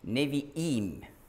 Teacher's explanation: Dieser Strich nach dem I, Nevi'im, deutet den Knacklaut an. Nevi'im, merkt man, es knackt vor dem I.